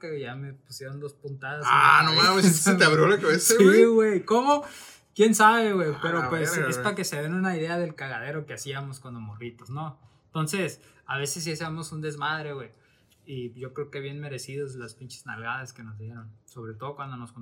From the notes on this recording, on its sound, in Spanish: Este Jueves tuvimos fallas técnicas así que se van a tener que aguantar con un audio de no tan buena calidad.